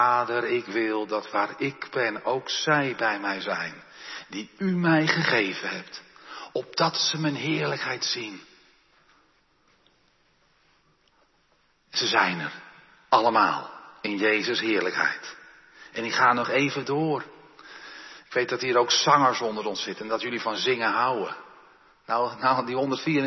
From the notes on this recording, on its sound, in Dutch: De preek is op 22 mei opgenomen in de Jeruzalemkerk te Groningen